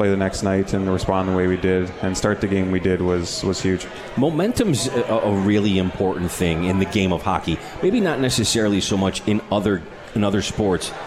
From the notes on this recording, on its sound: live from The 72 Tavern